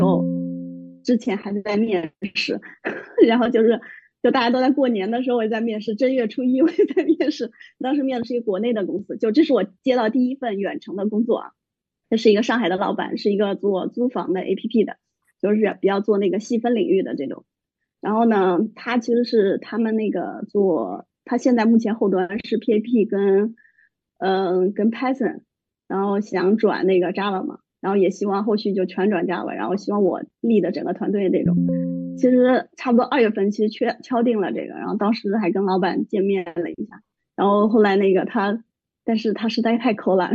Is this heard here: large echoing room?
no